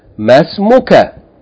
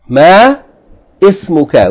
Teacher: Ma ismuka. We join it together, we say, ma smuka. · Shown in: first take